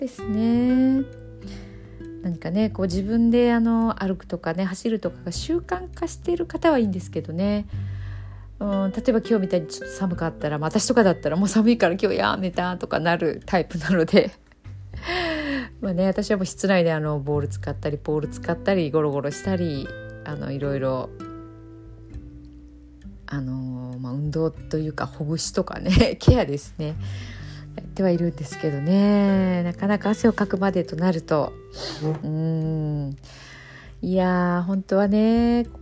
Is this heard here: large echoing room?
no